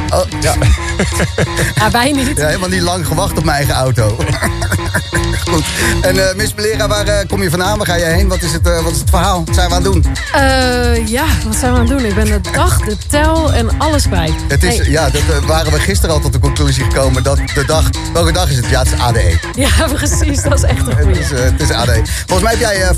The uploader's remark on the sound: (ADE23). Live from Amsterdam Dance Event!